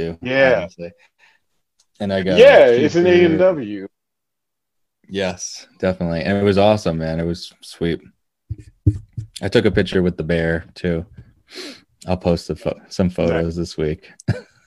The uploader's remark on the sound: Recorded Live on Zoom.